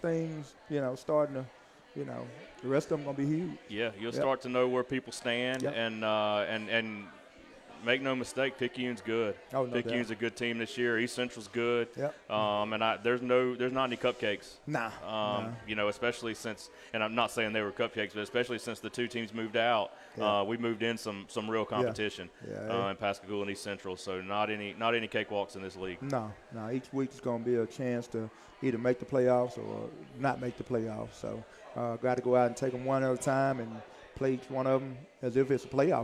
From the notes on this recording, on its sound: Live from Walk-On's Bistreaux &amp; Bar. Live from Walk-On's Bistreaux & Bar.